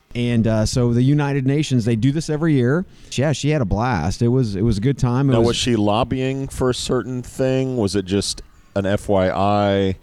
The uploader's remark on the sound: Recorded LIVE from a posh Dallas Hotel lobby.